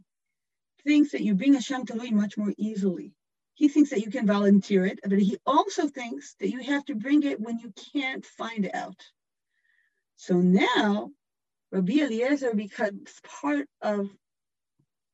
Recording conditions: video call